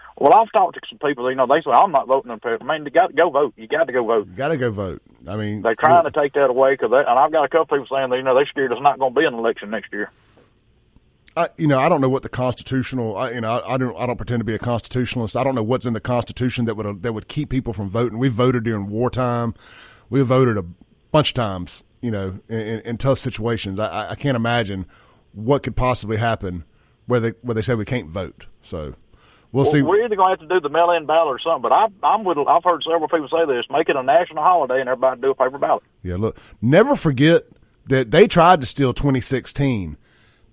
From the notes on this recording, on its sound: Take a couple of phone calls on the topic. Take some calls from people.